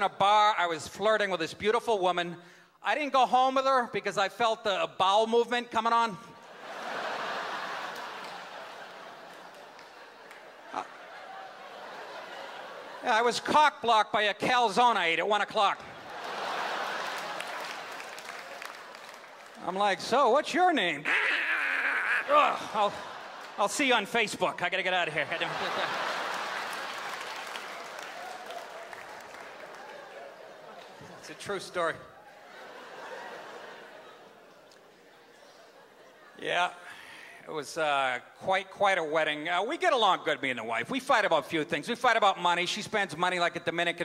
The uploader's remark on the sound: Stand Up - 2008